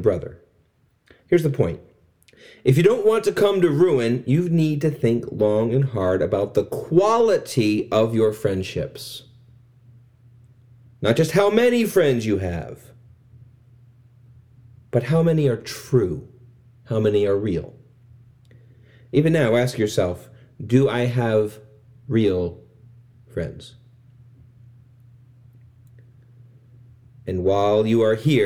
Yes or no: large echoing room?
yes